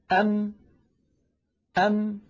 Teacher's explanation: انظروا إلى شفتي، أم كيف خرجت هذه الميم الساكنة؟ بتصادم الشفة العليا مع الشفة السفلى.